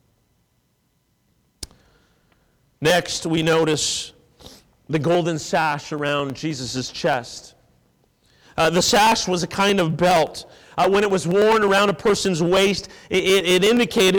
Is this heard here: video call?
no